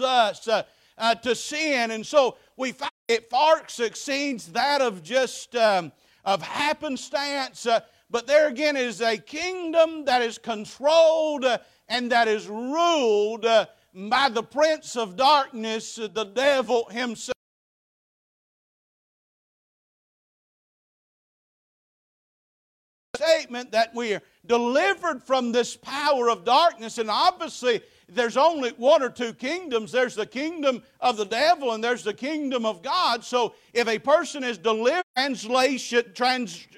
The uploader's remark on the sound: Preached at Faith Baptist Church 9/17/23